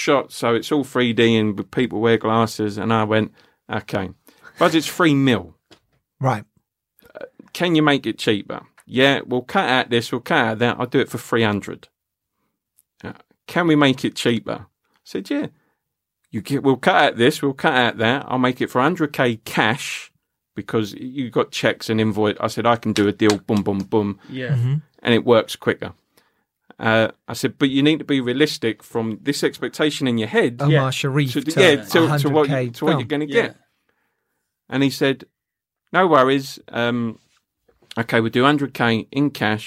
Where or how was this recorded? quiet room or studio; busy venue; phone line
quiet room or studio